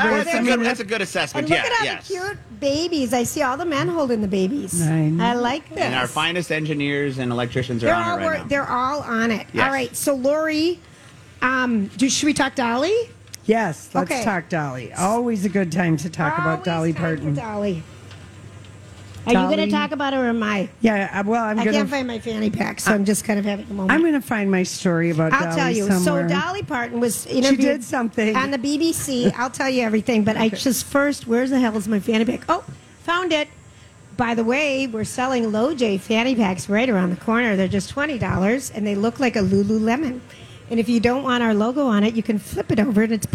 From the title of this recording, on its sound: LIVE from the Minnesota State Fair